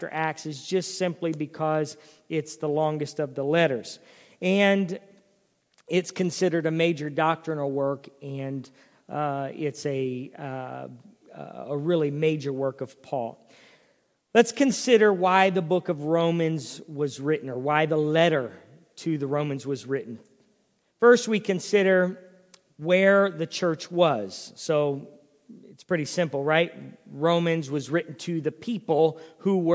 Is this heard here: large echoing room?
yes